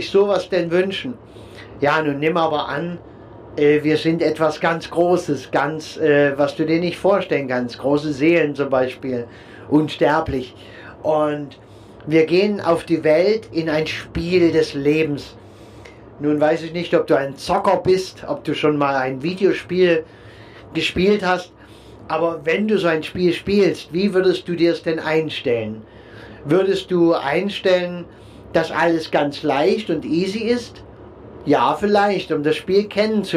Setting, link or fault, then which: setting, inside a vehicle